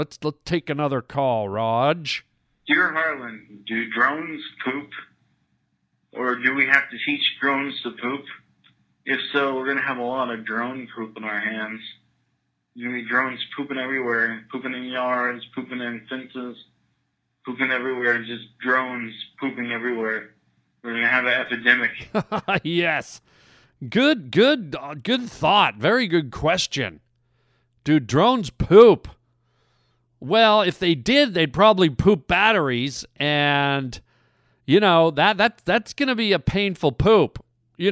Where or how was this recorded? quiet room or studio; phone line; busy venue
phone line